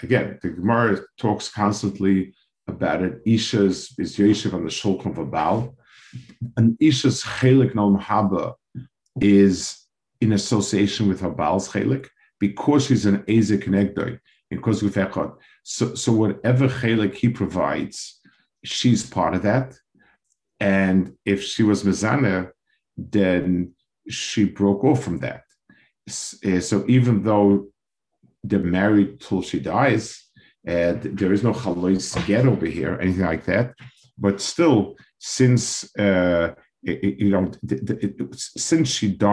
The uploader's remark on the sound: This shiur take place over Zoom